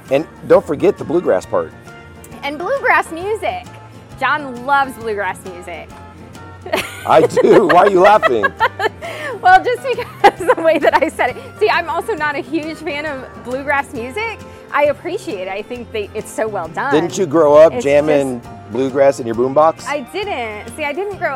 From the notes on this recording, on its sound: Silver Dollar City Bluegrass Festival OPENING DAY! We take you on a tour through opening day of the Bluegrass and BBQ Festival as we sample some amazing food with the tasting passport.